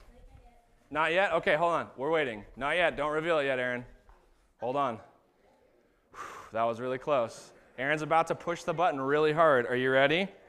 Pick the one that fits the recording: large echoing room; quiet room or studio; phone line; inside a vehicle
large echoing room